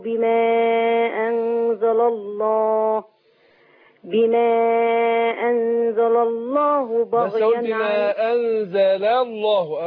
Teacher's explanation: أرقق اللام الأولانية وفخم لام لفظ الجلال